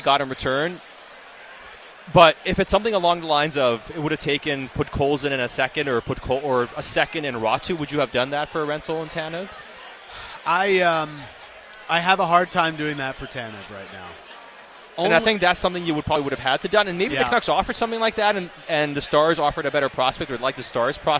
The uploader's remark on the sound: live at the JCC Sports Dinner